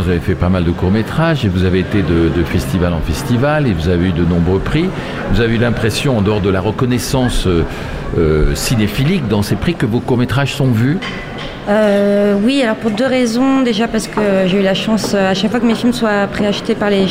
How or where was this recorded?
busy venue